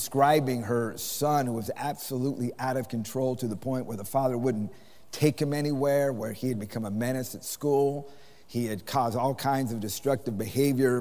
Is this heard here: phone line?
no